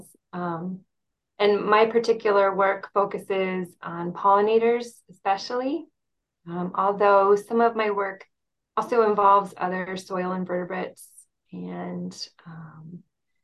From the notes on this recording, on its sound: This is our first interview over Zoom so the audio does sound a little different at times